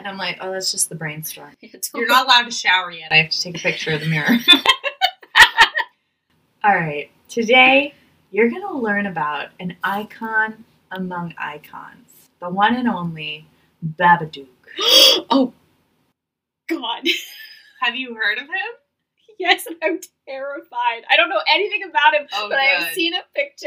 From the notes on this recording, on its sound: The ghosts got to us again (for real) this week, so the audio is subpar.